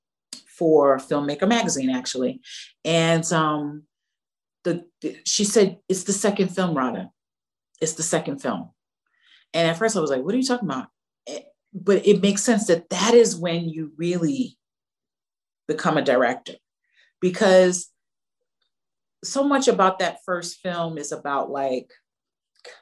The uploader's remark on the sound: virtual Q&A